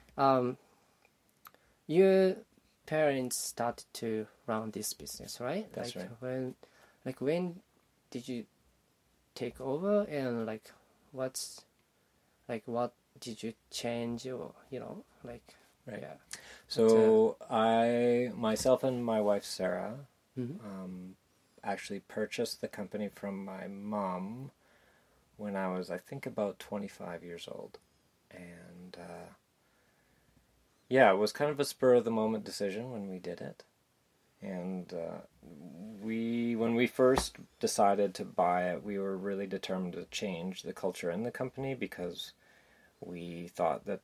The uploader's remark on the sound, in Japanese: 音声が前回のエピソードより大きめです。